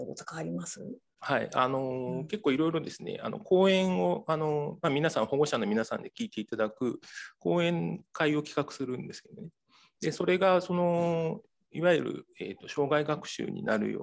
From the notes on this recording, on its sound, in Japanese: 収録場所： オンライン (Zoom)。